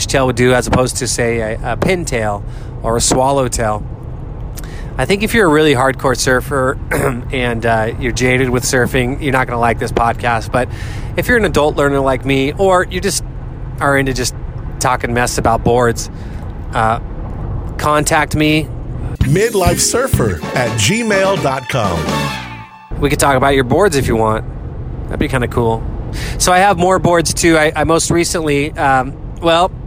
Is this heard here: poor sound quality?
no